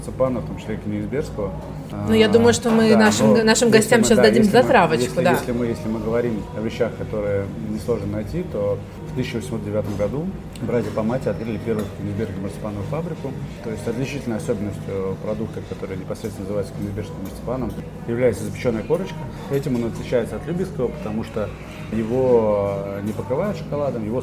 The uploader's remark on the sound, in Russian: Выпуск записан в ресторане "Napoli Gastro" в формате мукбанг!